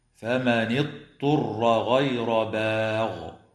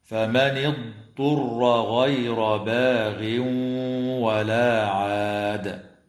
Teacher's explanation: القراءة بضاد ساكنة ليست مقلقلة وبعدها طاء مضمومة مخففة · Shown in: second take